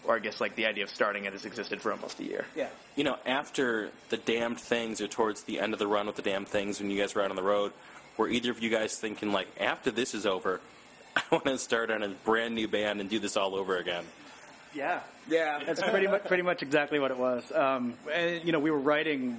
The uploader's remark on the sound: In an interview recorded onsite at the group's recent Subterranean show